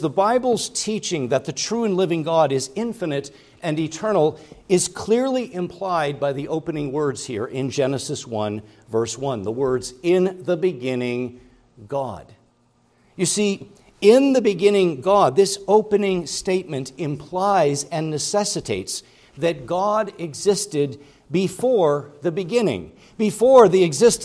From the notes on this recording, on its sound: preached at Grace Orthodox Presbyterian Church in Sewickley, PA, during the morning Worship Service on Sunday, September 17, 2023.